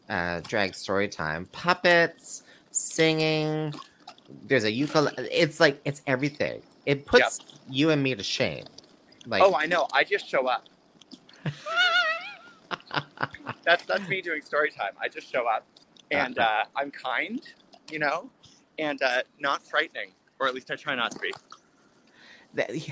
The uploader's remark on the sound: LIVE on location of the streets of Toronto